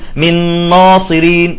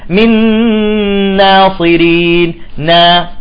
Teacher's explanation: الألف يجب أن تكون مرققة هي والنون · Shown in: second take